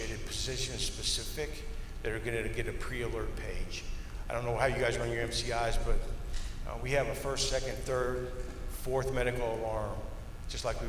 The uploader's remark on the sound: On September 28th, OCFA hosted a Vegas Strong After Action Review of the Route 91 Harvest Festival Shooting. Four presentations were given at the conference and are being presented in podcast-form here.